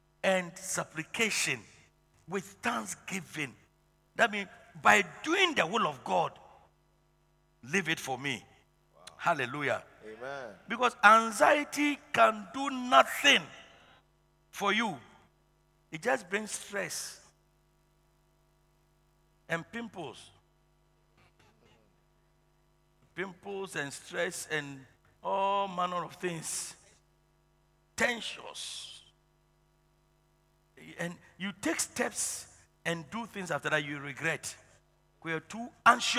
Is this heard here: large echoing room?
yes